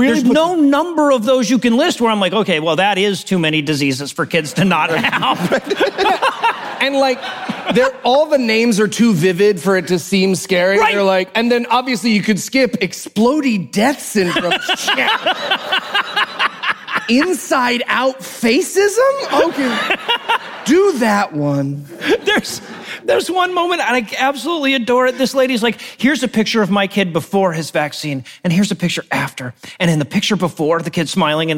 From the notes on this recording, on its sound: Live from QED 2022 in Manchester, England